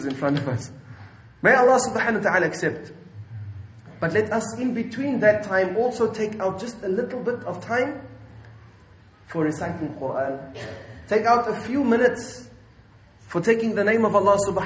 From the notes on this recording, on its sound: at Masjidul Jumuah Milnerton 9/8/19 for Jumuah